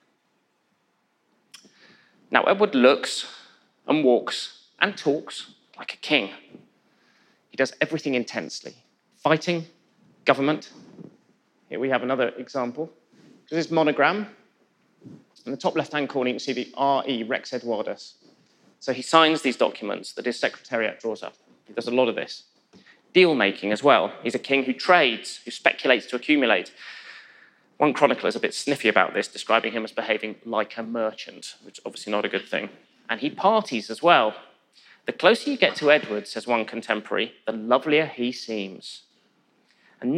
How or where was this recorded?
live audience